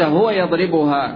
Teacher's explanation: لم تمل الألف لأن الضمة فيها ارتفاعا في النطق والإمالة فيها انخفاض فتدافعا